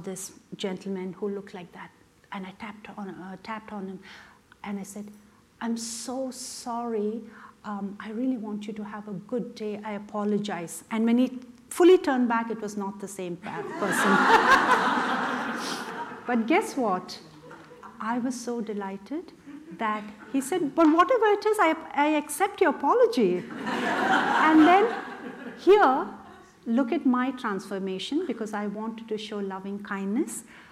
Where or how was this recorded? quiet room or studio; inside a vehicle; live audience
live audience